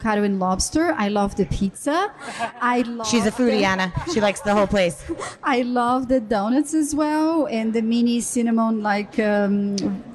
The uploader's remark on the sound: For the inaugural monthly speaker series "HOW IT WORKS"... LIVE PODCAST (recorded now thankfully) at the magical #metroburb, Bell Works of Holmdel, NJ.